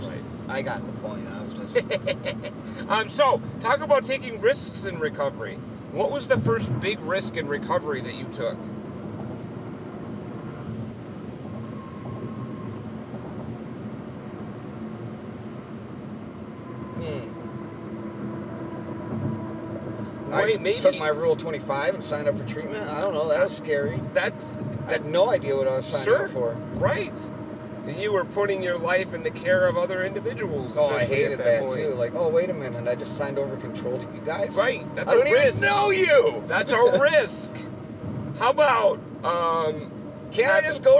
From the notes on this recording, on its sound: The interview was recorded while traveling from Stillwater, MN to Minneapolis MN so you’ll hear the sounds of the road in the background.